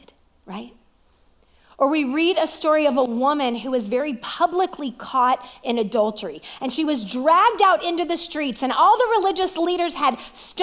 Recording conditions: large echoing room